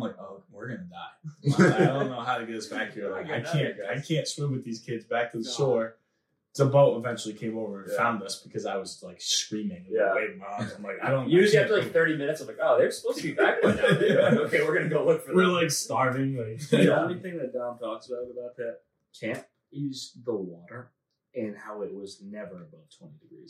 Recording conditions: poor sound quality